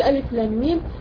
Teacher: الميم بتاعت اللام مدغمه في الميم بتاعت الميم الثانيه بتاعت ميم، اصبح عندي هنا تشديد نتيجه الادغام. يبقى لو قلت الف لام ميم، الالف لا تمد، اللام مد لازم حرف مثقل.